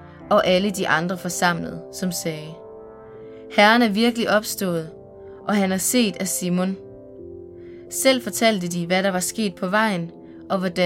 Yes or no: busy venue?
no